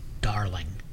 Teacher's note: there was that special emphasis on the broader A sound, you know, as in darling, you know, darling.